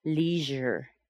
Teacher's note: we connect the sound z plus a y, and we get zh